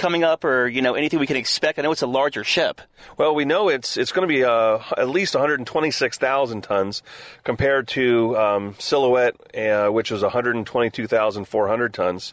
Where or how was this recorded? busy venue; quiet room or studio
busy venue